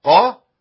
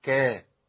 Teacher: هو الكاف شبيهة للقاف، بس القاف حرف تخين قوي قا، والكاف حرف ضعيف جدا كا. يبقى اخد بالي من ان انا الكاف والقاف ما ايه ما يبقوش حرف واحد.